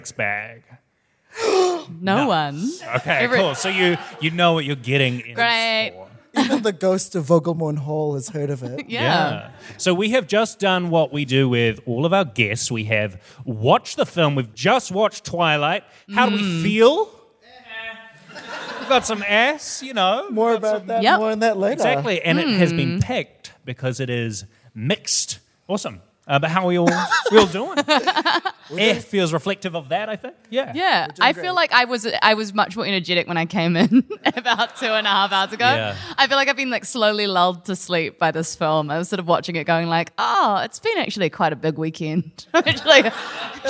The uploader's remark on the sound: Our live audience.